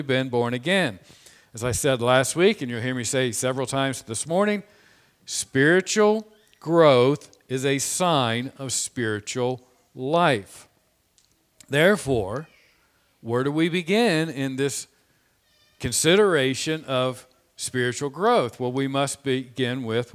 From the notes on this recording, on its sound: This Sermon was preached on Sunday, March 21, 2021 from the pulpit of Grace Community Church in Berea, KY.